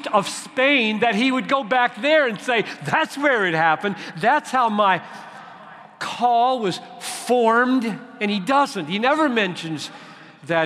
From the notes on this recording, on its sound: At the CROSS Conference in Louisville, where thousands gathered to discern their call to the nations.